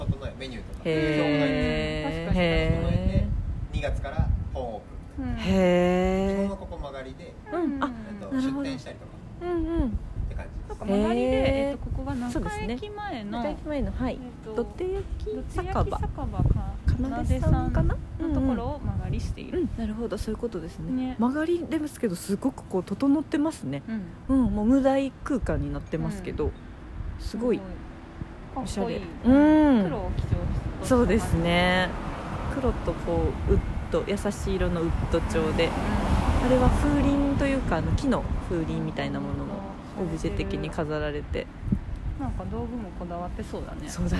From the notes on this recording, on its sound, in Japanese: ひさしぶりのお出かけ収録！From Radiotalk。